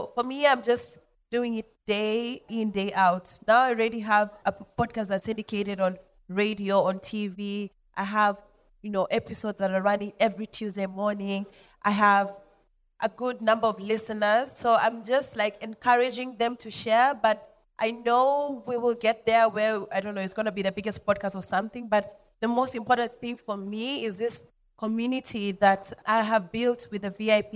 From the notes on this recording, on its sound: Here is the first conversation recorded at VIP ACCESS Podcast's first live recording and pop-up event (Dec 3 2023).